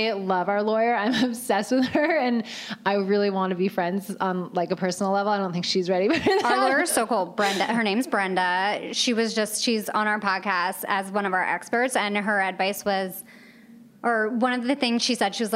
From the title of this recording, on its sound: Live at Create & Cultivate Chicago